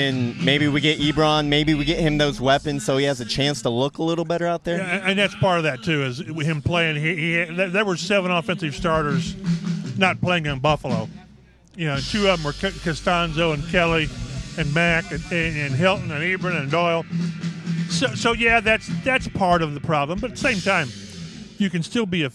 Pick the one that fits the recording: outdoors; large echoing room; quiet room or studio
outdoors